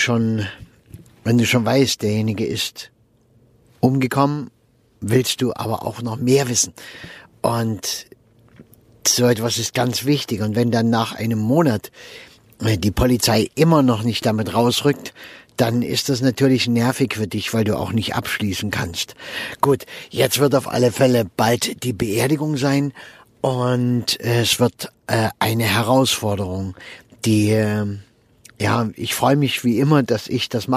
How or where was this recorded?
inside a vehicle